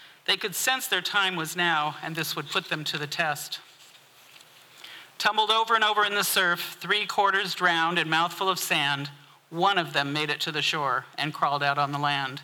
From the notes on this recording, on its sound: Ten Fifteen Theater-Saturday Night-First Set. From the 2023 FisherPoets Gathering. This recording was made on Saturday, February 25th, 2023, at the Ten Fifteen Theater in Astoria, OR as part of the FisherPoetry Archive Project.